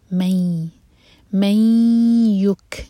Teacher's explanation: دو seconds کا ٹائم دیں گے اور نون اور یا کو مرج کریں گے · Term: ادغام غنہ کے ساتھ